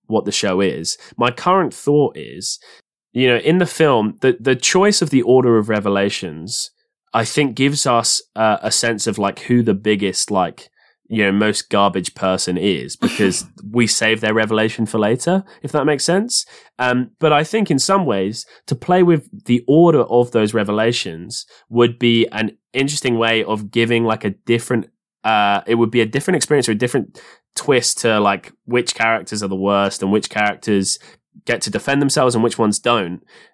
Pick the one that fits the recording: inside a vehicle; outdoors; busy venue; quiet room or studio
quiet room or studio